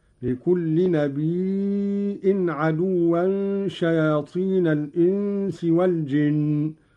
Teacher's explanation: قرأ قالون بهمز الياء من النبأ